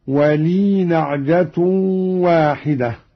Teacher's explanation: قرأ قالون بإسكان الياء هكذا في الوصل